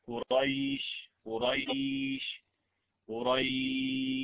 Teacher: ويلاحظ أن في العارض للسكون يلحق بالمد حروف اللين، فإن وقع سكون عارض بعد حرف لين جاز حرف اللين 3 أوجه المد كما في العارض، مثل لإيلاف قريش، هذا يسمى لين على السكون فيه 3 أوجه القصر والتوسط والإشباع